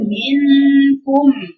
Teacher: لأن حرف النون هنا في الإخفاء وقريب من حروف الإزهار الكاف فبتبقى النون معاه ظاهرة جدا